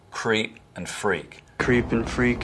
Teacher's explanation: Southern accents have vowel breaking in words like creep and freak.